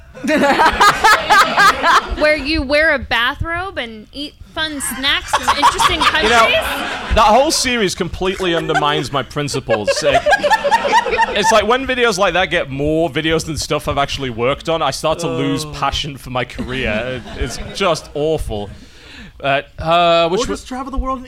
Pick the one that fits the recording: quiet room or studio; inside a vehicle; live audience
live audience